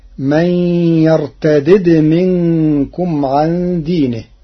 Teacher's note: قرأ ورش كلمة من يرتد بفك الإدغام بدالين مكسورة فمجذومة، فتصير من يرتدد منكم عن دينه على الأصل لأجل الجزم، وعليها رسم المصاحف المدنية والشامية.